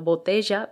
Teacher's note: Sí, y es curioso que en algunas zonas de Jaén hay una variante rehilada de ese yeísmo pronunciando botella parecido a cómo pronuncian estos sonidos los argentinos o uruguayos, con una fricción